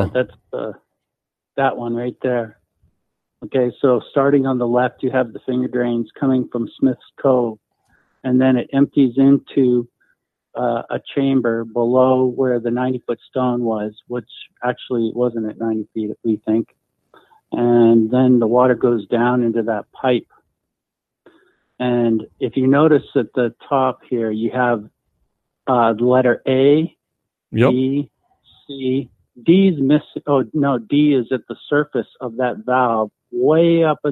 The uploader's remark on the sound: "LIVE". Dot to Dot call.